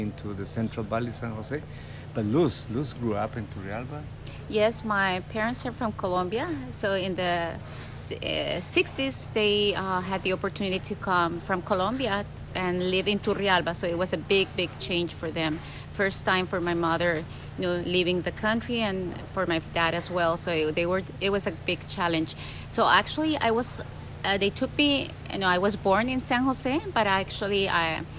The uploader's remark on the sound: With some background noise from macaws and toucans